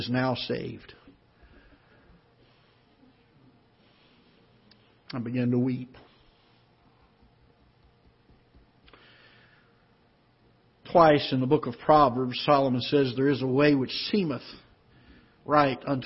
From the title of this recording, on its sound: Ketha Heights Baptist Church ~ Live Broadcast